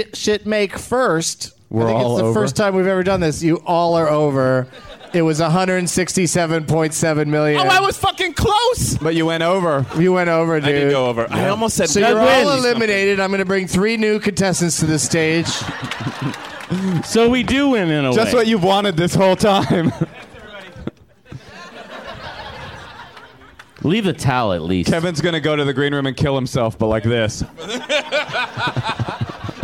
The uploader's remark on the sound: Live from the Punchline in Sacramento, CA